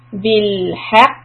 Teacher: When you stop on the letter qaf, it has a shadda. So we are going to make a qalqala sound.